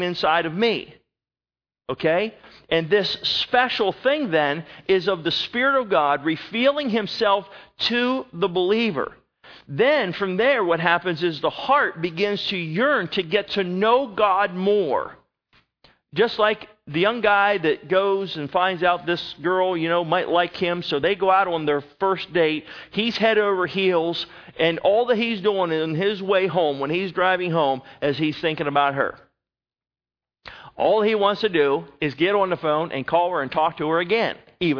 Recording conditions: large echoing room